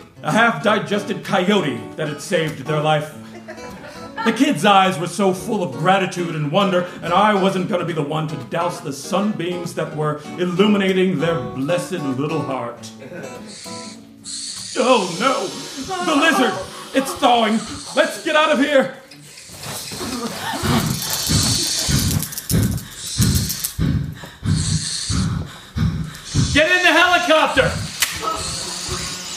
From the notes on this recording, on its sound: Enjoy this recording of two original audio dramas performed (LIVE) in front of an audience in the spring of 2023. Capital Arts Theater Guild partnered with Artist Soapbox to present ASBX LIVE: Bringing the Outside Inside. Were written to be performed with live sound effects. At Theatre Raleigh Arts Center’s, Lobby Cabaret Theatre.